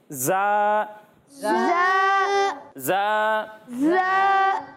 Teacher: زال اور ضا میں سیٹی کی آواز نہیں آئے گی، زا میں سیٹی کی آواز آئے گی